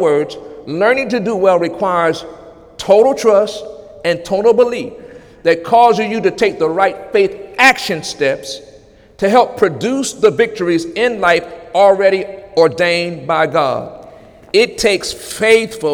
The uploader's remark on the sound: During Sunday morning service on July 23, 2017